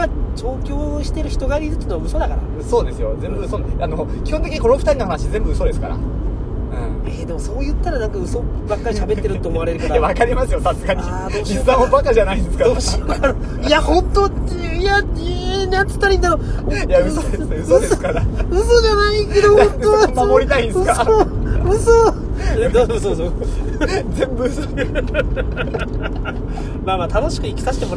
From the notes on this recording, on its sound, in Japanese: 営業中の車の中で